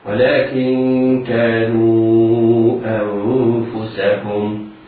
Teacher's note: الواو هنا تمد مدا منفصلا لوقوع الهمزة بعدها في كلمة أخرى، وقلنا أن مقدار المد 4 حركات.